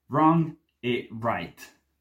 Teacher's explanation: Quindi molto spesso sentirete italiani pronunciare parole come wrong e right, rispettivamente scritte così e così, in un modo particolare. Vengono pronunciate con una piccola V all'inizio